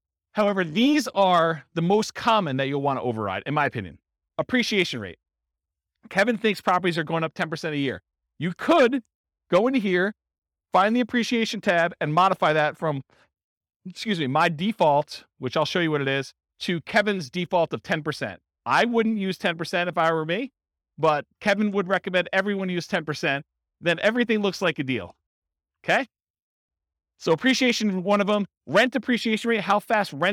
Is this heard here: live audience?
yes